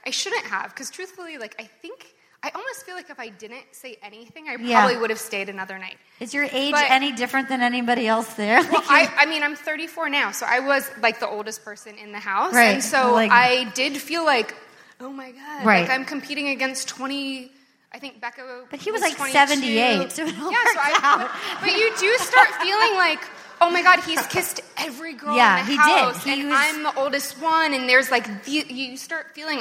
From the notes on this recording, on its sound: LIVE AT SAN FRAN SKETCHFEST! Live at San Fransisco Sketchfest for a raucous afternoon with the most wild, wonderful unruly audience in podcasting!